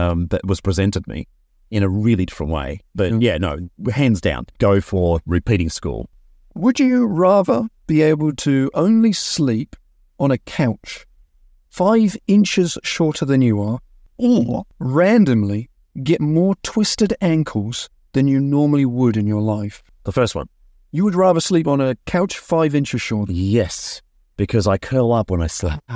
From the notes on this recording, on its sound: This is a re-production and edited version of a conversation recording in early 2019, back when I recorded episodes in my car.